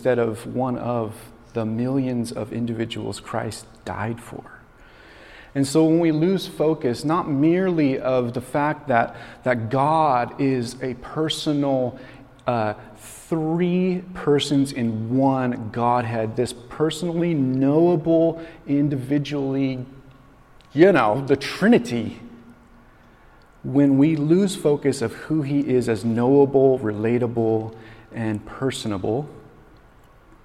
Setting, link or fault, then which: setting, large echoing room